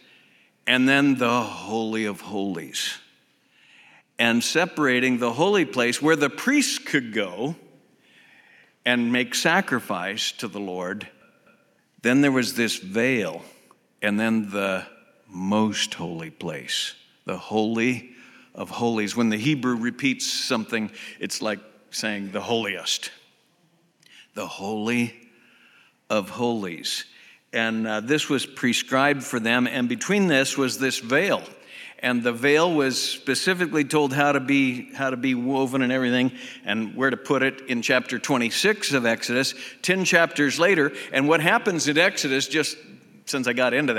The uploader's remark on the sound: Southwest Bible Church in Beaverton Oregon